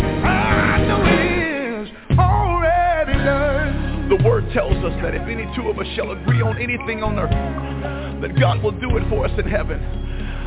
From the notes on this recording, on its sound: TNTSuperfantastic Conference Call